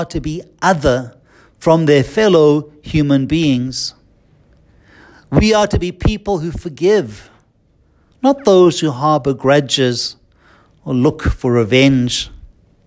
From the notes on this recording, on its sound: Listen to the homily preached at Holy Trinity Catholic Church in Braamfontein, South Africa